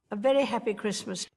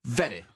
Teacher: Elle, le son R tape sur le devant.